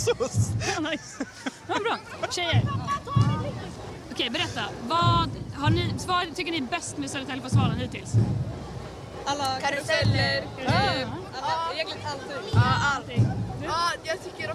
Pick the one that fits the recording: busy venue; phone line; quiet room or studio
busy venue